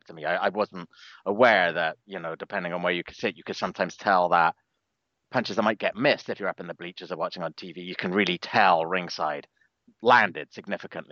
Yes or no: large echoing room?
no